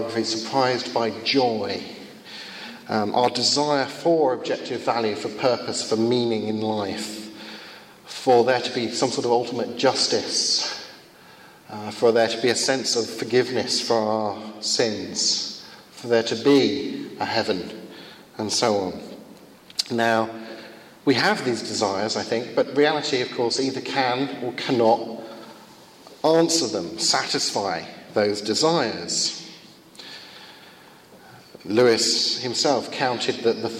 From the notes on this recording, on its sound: Conducted at a Finnish conference on the problem of evil.